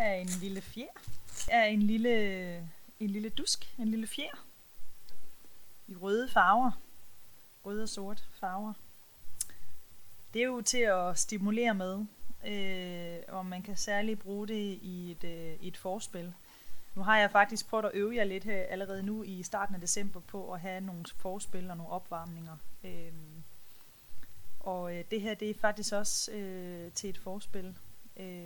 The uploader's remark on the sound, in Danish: Lyden kunne godt være bedre